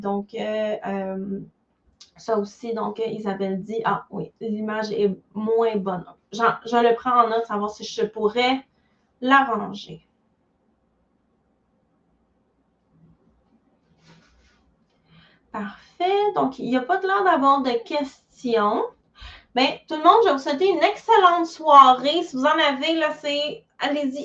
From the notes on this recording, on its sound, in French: Cet épisode est issu d'un webinaire en direct que j'ai donné dans mon groupe.